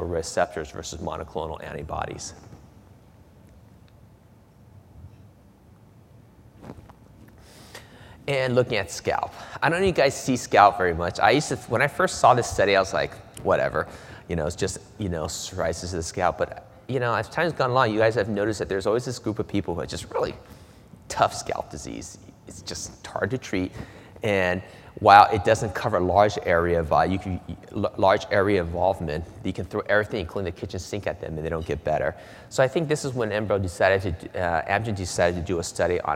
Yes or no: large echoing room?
yes